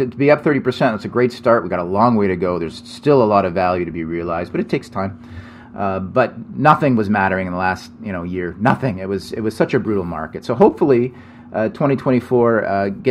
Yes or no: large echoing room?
no